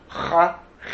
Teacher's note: In Sephardic, there's a tiny difference, which we're not so sensitive to. The Chaf comes from a deeper part of the throat.